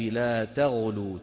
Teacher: يا أهل الكتاب لا تغلوا، تغ هنا التقى مين ومين، تاء مرققة وغين مفخمة، فننتبه لننتقل من التاء المرققة إلى الغين المفخمة